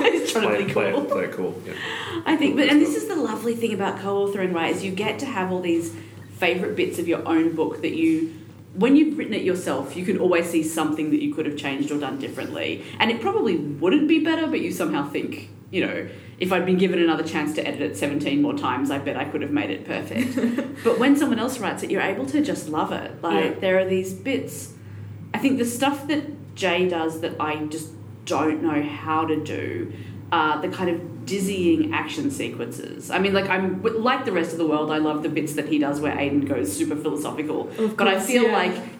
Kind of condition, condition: setting, busy venue